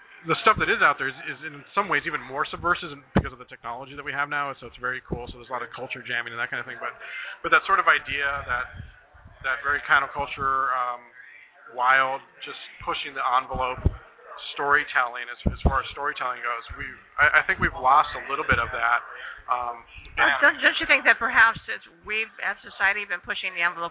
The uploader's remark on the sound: Escape the Grind: Live from LoFi Coffeehouse. Broadcasting LIVE from LoFi Coffeehouse, in Mesa, Arizona this Sunday.